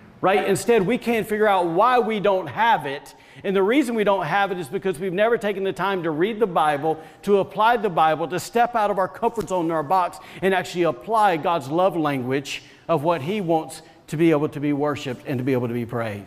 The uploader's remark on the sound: was recorded on Sunday, May 2nd, 2021, during service at The Anchor Church in Rockport, Maine